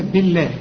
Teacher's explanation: ما دام الباء مكسورة يبقى لفظ الجلالة هنا مرقق